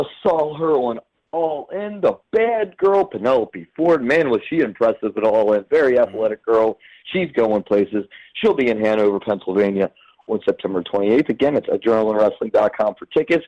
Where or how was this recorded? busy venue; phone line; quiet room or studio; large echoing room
phone line